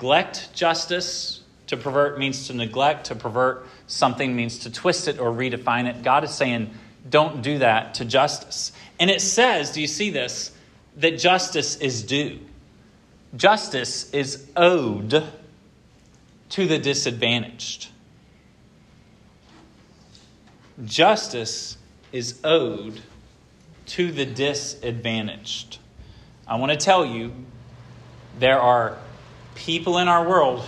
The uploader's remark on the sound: This sermon was preached at Hope Fellowship